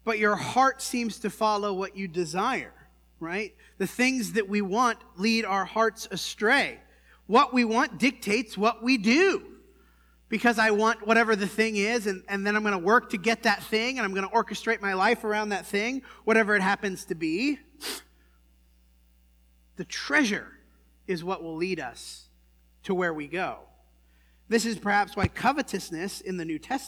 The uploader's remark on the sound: This sermon was preached at the Dewey Church